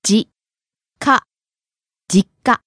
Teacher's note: Starting low and rising on the last syllable.